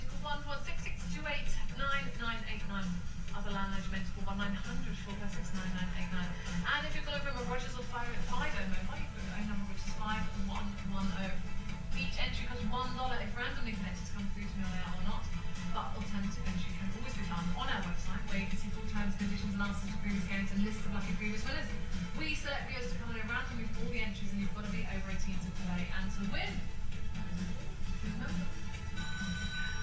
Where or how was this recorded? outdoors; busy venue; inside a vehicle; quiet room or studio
busy venue